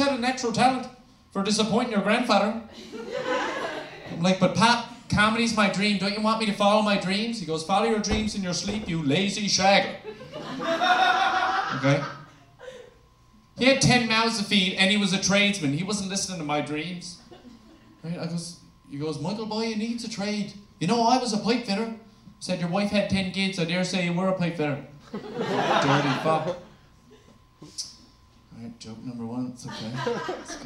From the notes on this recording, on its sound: Take over "One Night Stand-Up" and perform for a live audience!